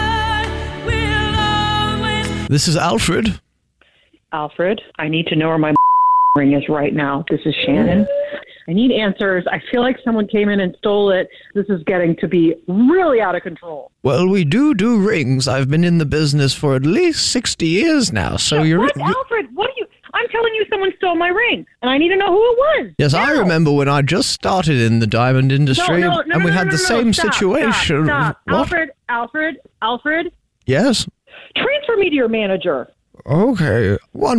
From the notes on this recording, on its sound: A Jubal Phone Prank. Phone prank style. The trio calls a guys wife.